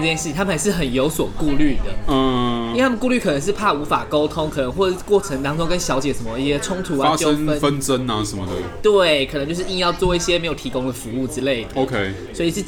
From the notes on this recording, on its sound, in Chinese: 本集白噪音指數：微風級 2/5。錄音地點： 九州鬆餅 Cafe - 台北富錦店。